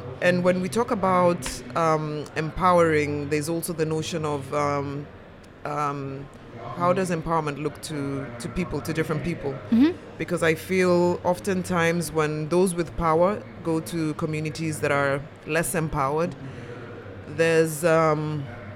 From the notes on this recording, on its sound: A selection of podcast episodes that were live-streamed from the show floor at World of Coffee Dubai 2024.